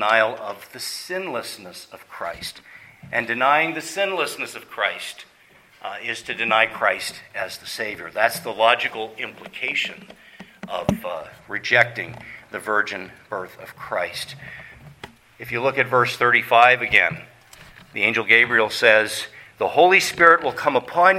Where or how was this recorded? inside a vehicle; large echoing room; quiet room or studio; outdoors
large echoing room